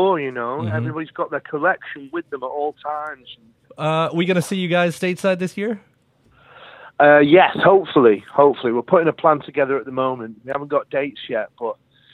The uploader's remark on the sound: phoned